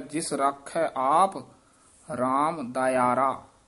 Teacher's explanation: ਜਿਸ ਰਾਖੈ ਆਪ ਰਾਮ ਦਇਆਰਾ, ਇਹ ਵੀ ਪਾਠ ਧਿਆਨ ਨਾਲ, ਦਿਆਰਾ ਨੀ ਕਹਿਣਾ ਦਇਆਰਾ, ਇਕੱਠਾ ਹੀ ਬੋਲਣਾ ਹੈ